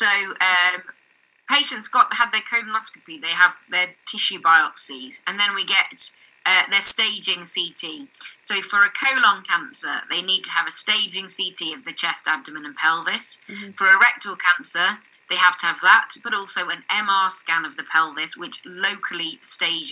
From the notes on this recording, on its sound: I do apologise for the poor audio quality on this one, IT issues!